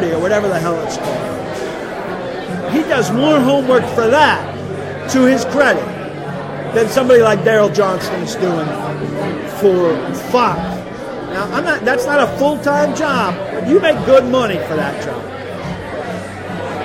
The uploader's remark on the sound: Live from the Doghouse Saloon in Nashville.